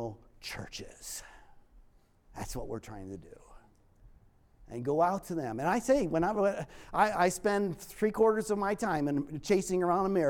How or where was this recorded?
large echoing room